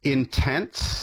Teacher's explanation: the second T sound disappeared, kind of in the same way that T has disappeared in words like castle or whistle or listen. And what ends up happening is, you know, we hear this intense, and when it's kind of mushed together like that, we're trying to figure out where the boundary of the word is and what the word is. · Term: a sound change